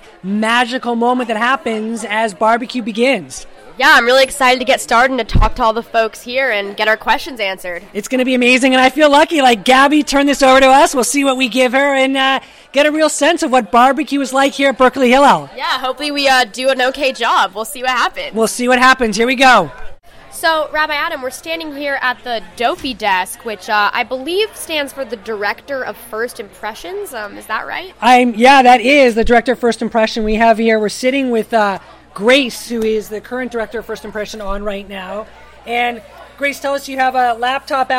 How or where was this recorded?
busy venue